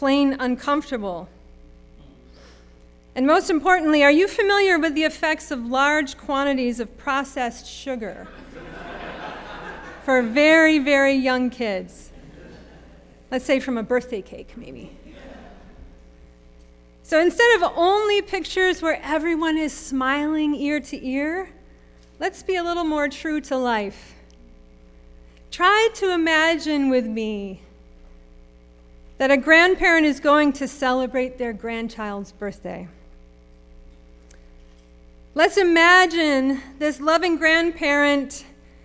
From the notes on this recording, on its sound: Sermon preached at RCHP on April 3, 2022.